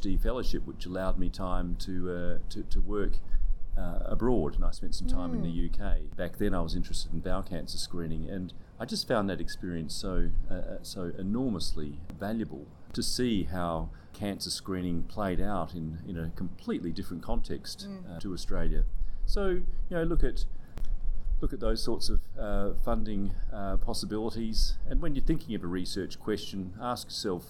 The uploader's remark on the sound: There is some audio interference given it was recorded at the Symposium.